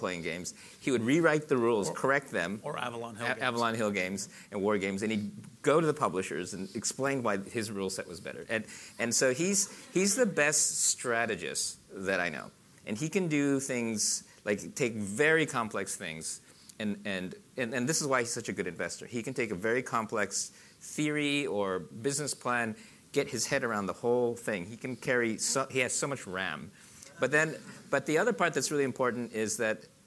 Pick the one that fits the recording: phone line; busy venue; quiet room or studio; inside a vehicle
busy venue